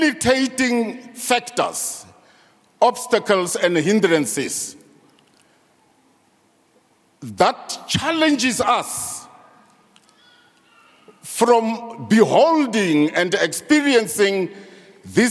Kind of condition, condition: setting, large echoing room